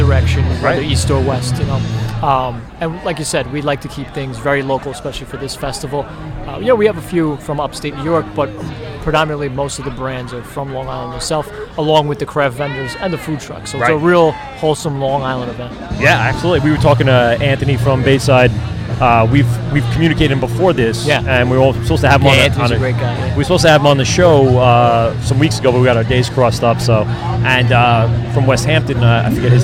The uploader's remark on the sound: LIVE at Fall Craft Beerfest in Farmingdale LI